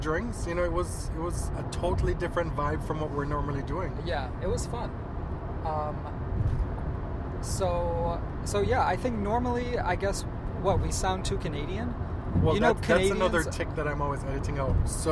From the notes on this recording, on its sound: We're on the road to Cincinnati, Ohio from Toronto. This is our first totally unedited podcast, recorded and uploaded straight from the car.